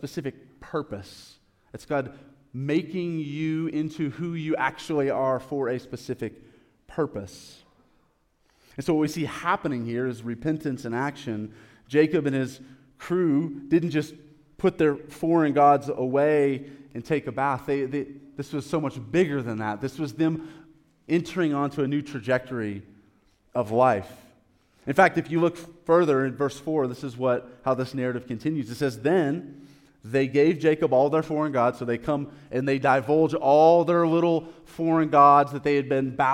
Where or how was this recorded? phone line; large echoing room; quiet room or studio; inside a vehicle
large echoing room